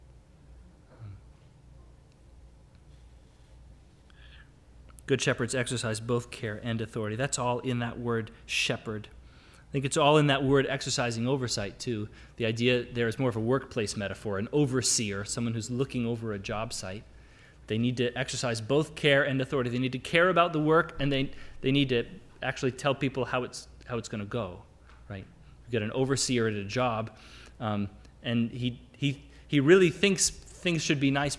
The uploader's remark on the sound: Sermon audio from the LBC worship service on Sunday, February 13, 2022.